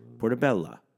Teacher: hit the L kind of hard, and then the A just kind of like happens when you open your mouth again. Like portobello.